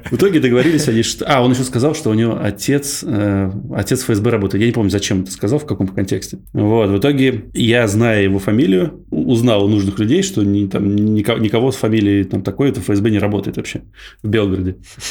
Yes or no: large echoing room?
no